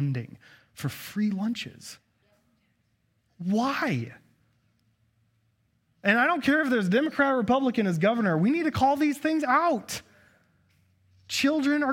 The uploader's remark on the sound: At Cathedral of the Rockies Amity Campus.